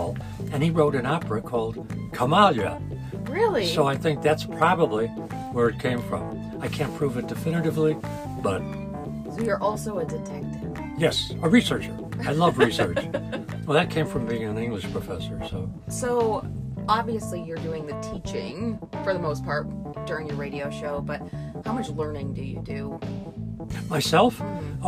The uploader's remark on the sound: joins us in the UpNorthLive Hive party bus (AKA the news live truck!